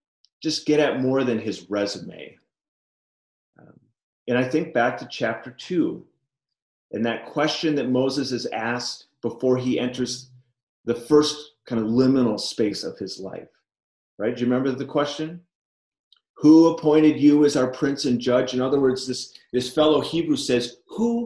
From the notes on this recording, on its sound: Liminal Spaces Recording of Zoom Meeting from May 5th 2020